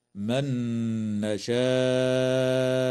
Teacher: تدغم النون في النون مع الغنة في قوله تعالى من نشاء